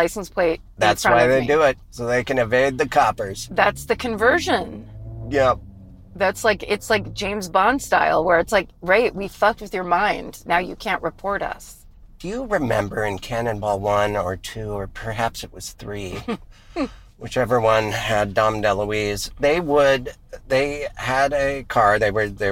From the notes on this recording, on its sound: Back in the car!